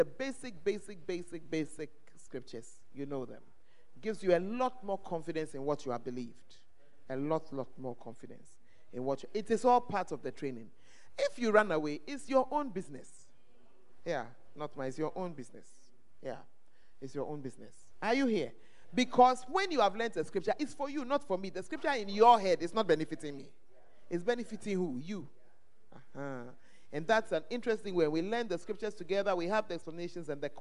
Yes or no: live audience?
yes